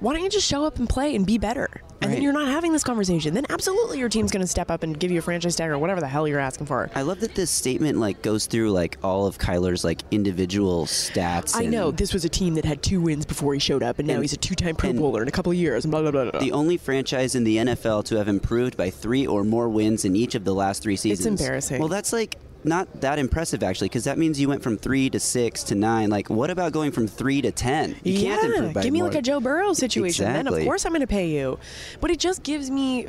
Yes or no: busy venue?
yes